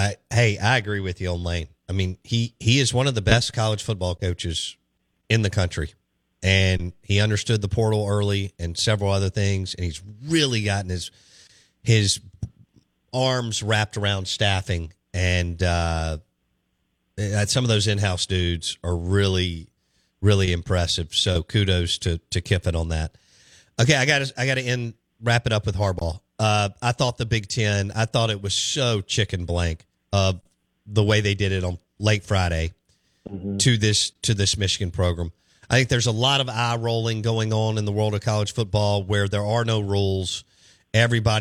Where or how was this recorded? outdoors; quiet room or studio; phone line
phone line